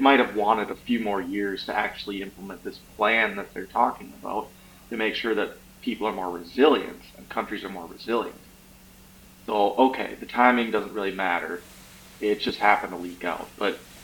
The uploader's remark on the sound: Forgot to use the correct mic when we did this one so the audio is a bit low. On a positive note it doesn't pick as much background noise so there's that...